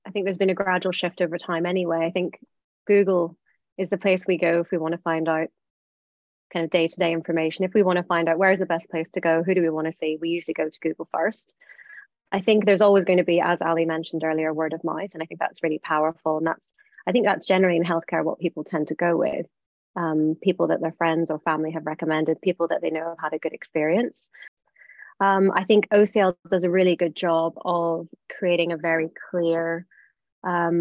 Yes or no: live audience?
no